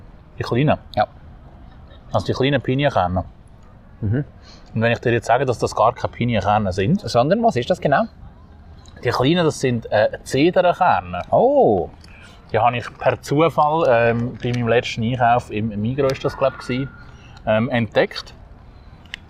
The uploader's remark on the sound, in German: Live vom Theater Spektakel. Am Theater Spektakel auf der Landiwiese am Zürichsee probiert. In einer Live-Folge.